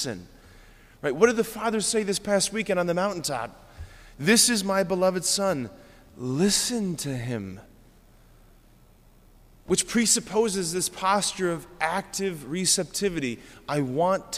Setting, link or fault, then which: setting, large echoing room